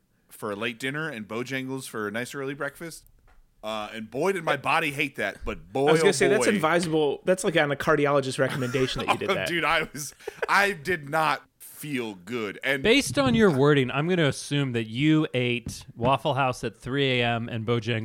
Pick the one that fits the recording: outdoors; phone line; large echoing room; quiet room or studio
quiet room or studio